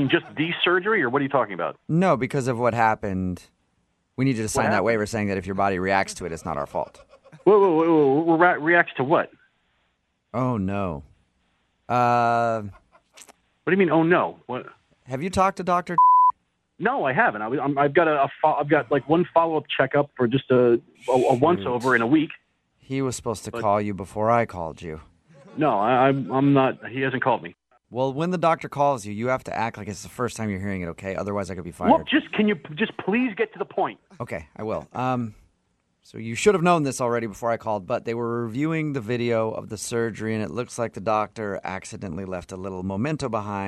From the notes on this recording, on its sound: Phone Tap